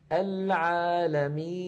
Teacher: النون في آخر العالمين عند الوقف عليها تسكن، فيصير زمنها مساويا لزمن العالمين، ففيها جريان ضئيل للصوت.